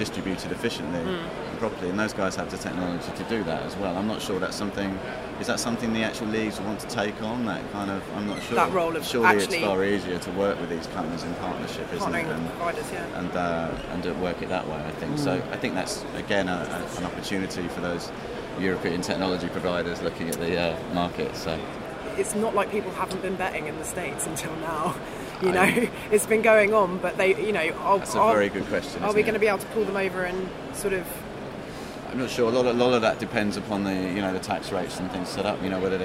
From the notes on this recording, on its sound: Recorded during iGB Live! In Amsterdam last week.